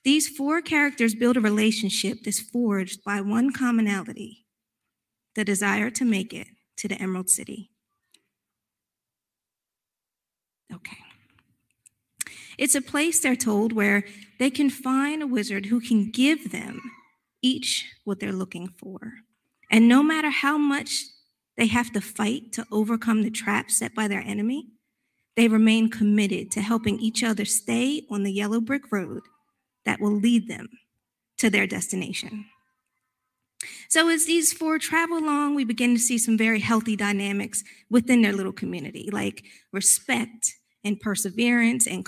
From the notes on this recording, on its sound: recorded live on March 13th, 2022 at Newark United Pentecostal Church.